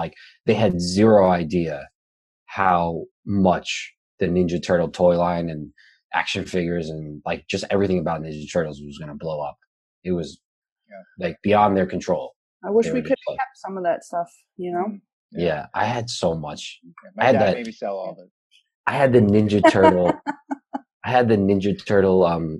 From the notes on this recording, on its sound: We recorded this on September 14th, 2020 on Zoom so there are some small sound discrepancies